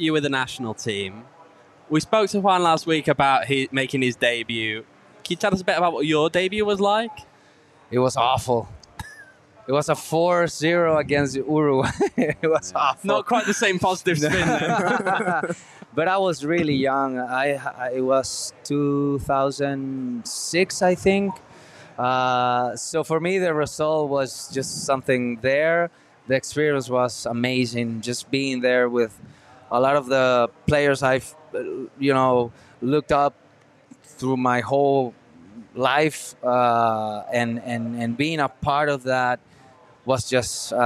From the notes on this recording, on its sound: live from Four Peaks